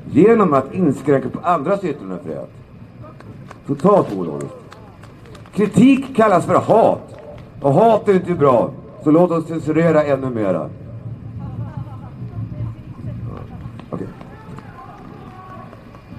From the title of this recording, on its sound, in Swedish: talar på Mynttorget 10 mars 2019